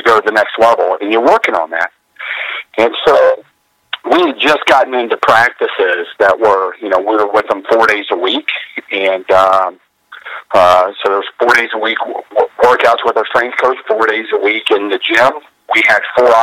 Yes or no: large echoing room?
no